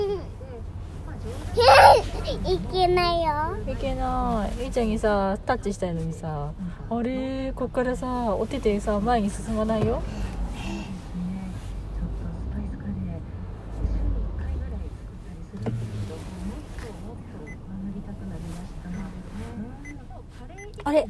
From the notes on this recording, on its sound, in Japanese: 車の中の会話